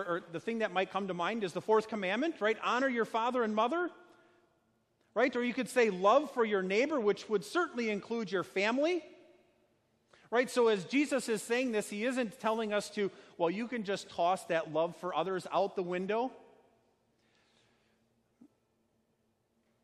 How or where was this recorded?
large echoing room